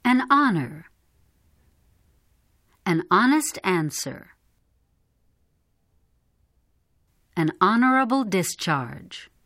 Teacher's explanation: The following words begin with the letter H, but it is not pronounced, so the words begin with a vowel sound and are preceded by the article an.